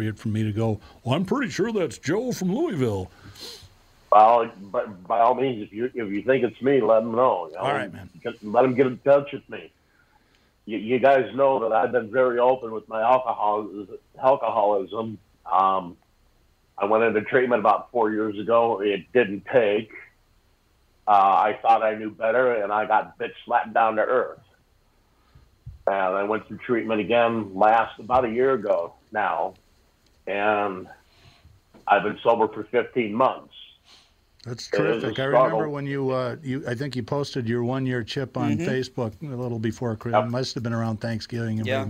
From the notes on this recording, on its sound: A very unusual and up lifting episode guided by many callers who phone in to discuss their struggles with alcoholism.